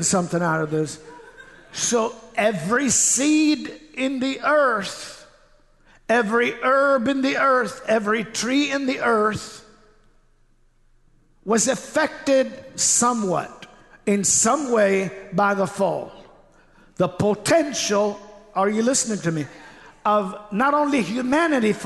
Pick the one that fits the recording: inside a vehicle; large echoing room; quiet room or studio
large echoing room